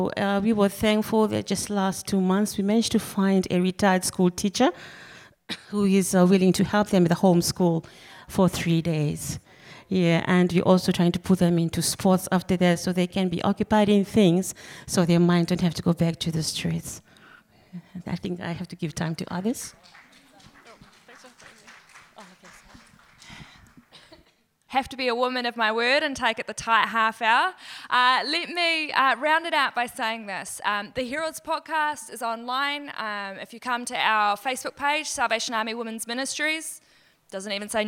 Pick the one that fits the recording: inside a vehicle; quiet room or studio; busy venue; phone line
busy venue